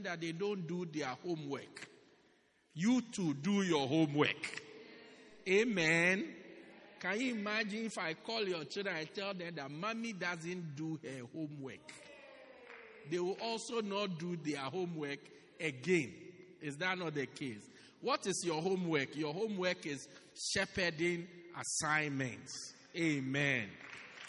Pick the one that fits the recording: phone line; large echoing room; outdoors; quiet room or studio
large echoing room